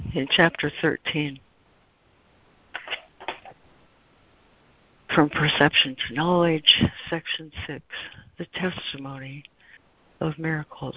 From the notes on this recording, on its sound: ACIM Daily Conference Call.